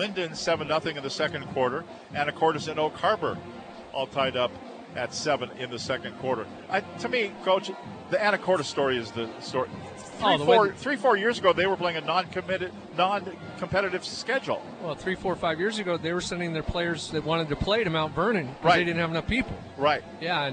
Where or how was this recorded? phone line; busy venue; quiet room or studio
busy venue